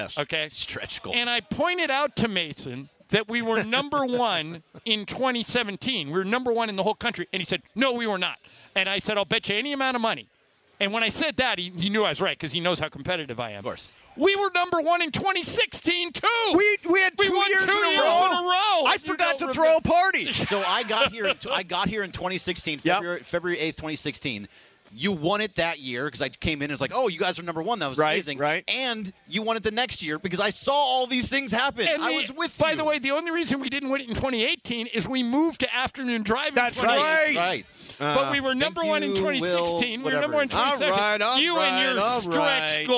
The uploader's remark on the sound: Live from the Nixo Lounge at the E-Central Hotel!